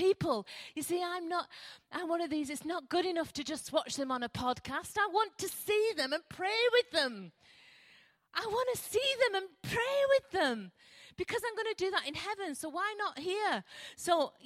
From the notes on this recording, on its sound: Recorded at freedomcentre church, Preston.